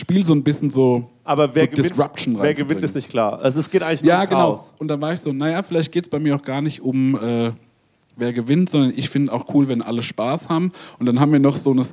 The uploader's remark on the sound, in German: "Auf die feine Tour" aus dem Artheater, Köln. Unseren zweiten Abend im ausverkauften Artheater Köln.